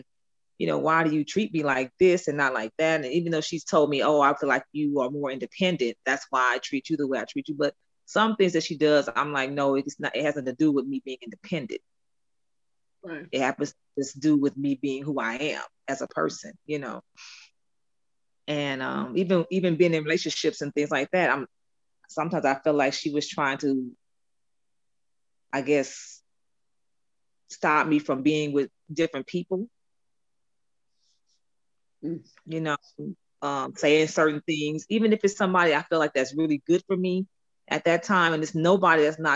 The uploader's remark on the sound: this podcast was done via zoo zoom